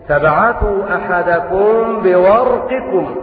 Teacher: والراء مفخمة لأنها ساكنة بعد فتح